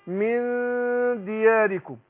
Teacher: إخفاء النون عند الدال